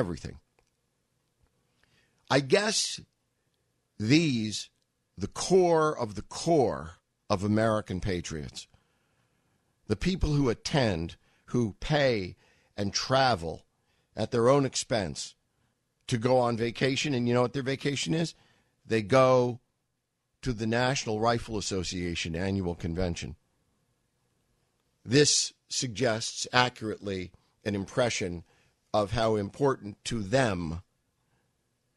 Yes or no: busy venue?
no